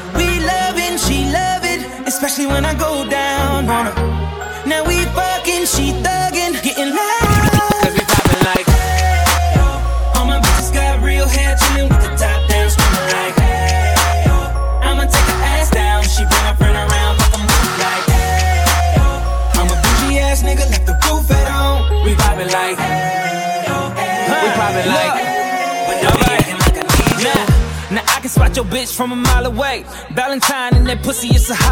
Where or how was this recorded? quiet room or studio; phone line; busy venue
busy venue